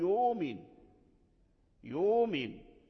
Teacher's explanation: فأبدلوا الهمزة من يؤمن أبدلها واو، فقالوا يؤمن يؤمن، أبدلها واو. · Term: إبدال الهمز